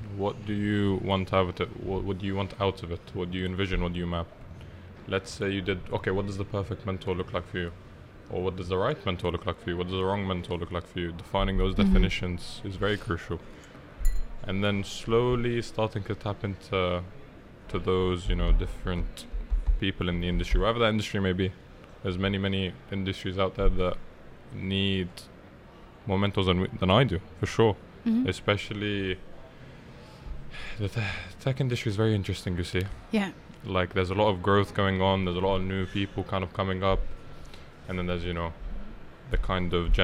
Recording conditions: busy venue